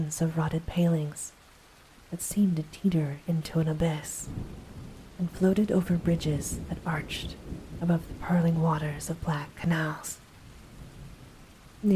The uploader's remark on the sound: Soft Spoken Reading + Light Thunderstorm Ambience. A light thunderstorm has been added in as background ambience.